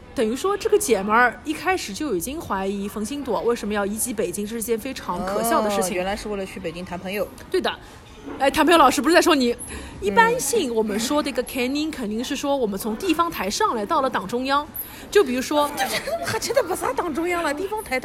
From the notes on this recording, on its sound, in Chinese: 每次录制基本都是在餐厅吃饭，没有条件升级录音设备